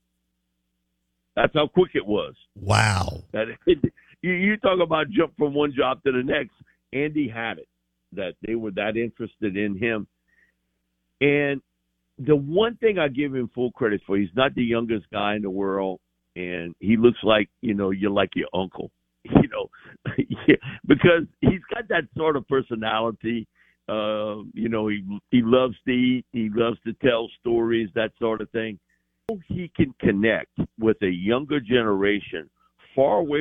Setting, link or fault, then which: link, phone line